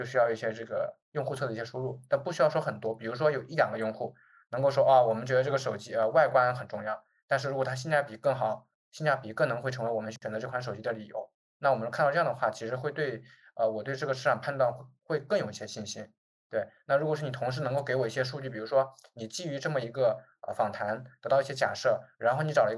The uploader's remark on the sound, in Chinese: 开展了一场线上圆桌交流。我们截取了其中部分讨论制作了本期节目。